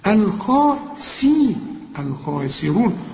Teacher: الخاء، الخاء عالي قوي، أول درجات التفخيم، شوف، وبعدين السين رقيقة قوي ومكسورة أكثر رقة، الخاسرون، الخاسرون